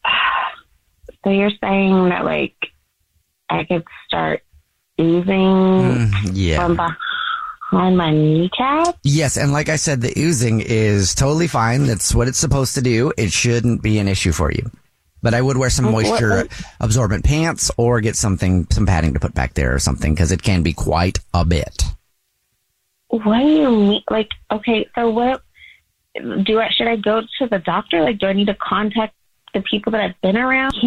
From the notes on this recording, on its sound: On the phone for a Phone Prank. On the phone for a War of the Roses.